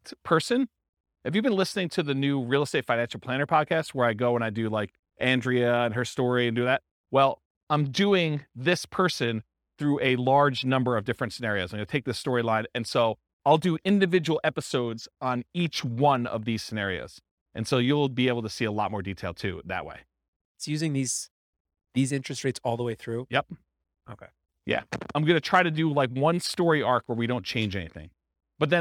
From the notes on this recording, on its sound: This was a live class recorded.